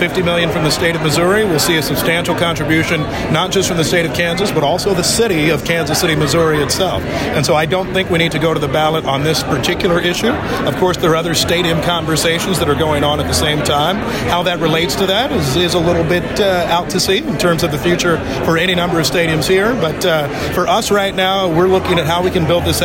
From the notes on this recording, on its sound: This was part of a press conference at GEHA Field at Arrowhead. Took questions from reporters after their remarks.